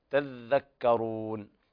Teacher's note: وقرأ ورش بتشديد الذال